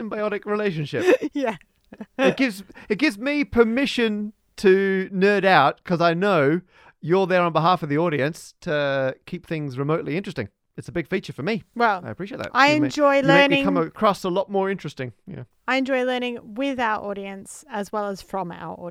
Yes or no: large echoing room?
no